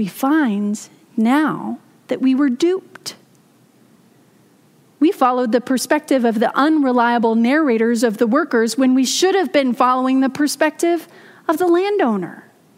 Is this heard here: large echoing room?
yes